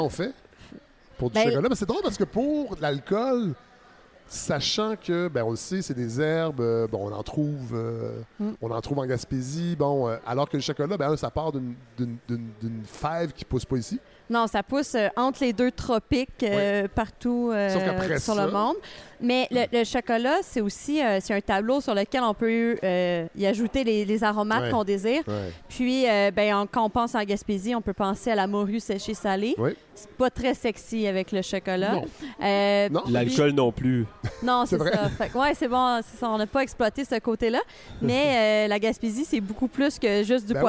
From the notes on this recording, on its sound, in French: le Mont Albert où nous avons enregistré l'épisode